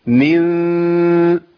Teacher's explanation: تحس كده انا بخفي ميم مش باء، مش نون · Term: الاقلاب